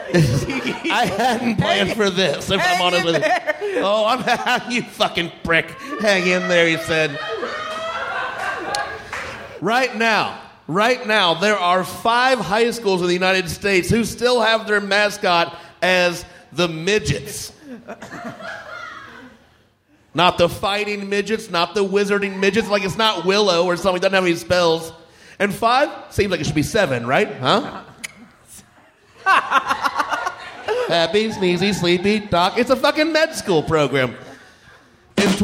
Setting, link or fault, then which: setting, live audience